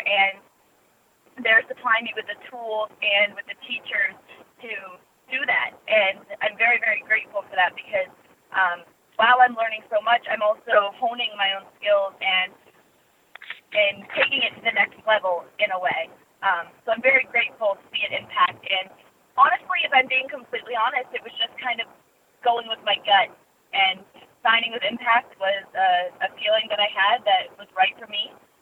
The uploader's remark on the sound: Impact Wrestling's August 9, 2018 media call